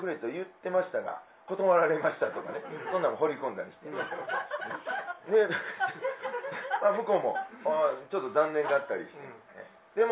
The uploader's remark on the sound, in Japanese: ツギハギ荘にて開催された公開収録分の前半のその１となります。